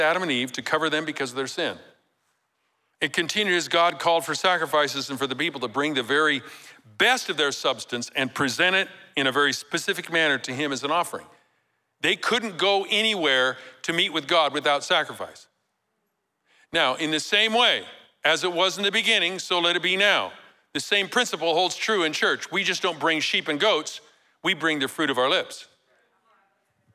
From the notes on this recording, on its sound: Recorded live at Capital Church in Meridian, Idaho on December 3, 2023